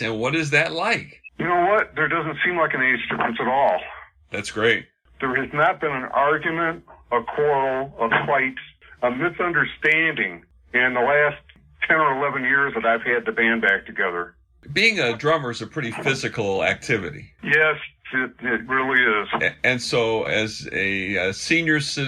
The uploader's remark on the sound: we had a Zoom problem about halfway through our talk and switched to the phone